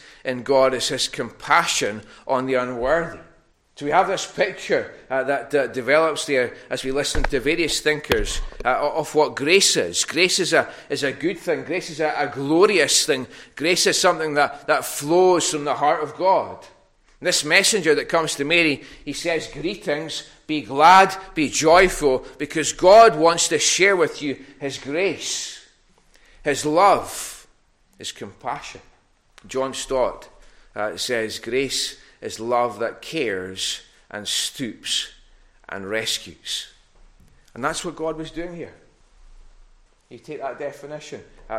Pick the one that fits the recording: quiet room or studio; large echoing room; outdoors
large echoing room